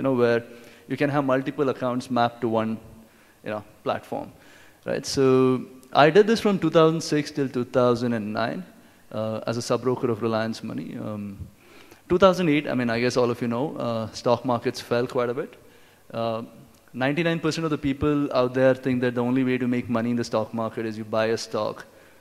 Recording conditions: live audience